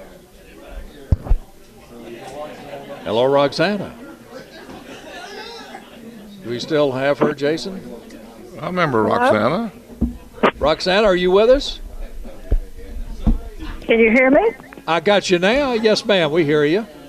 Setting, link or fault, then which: setting, busy venue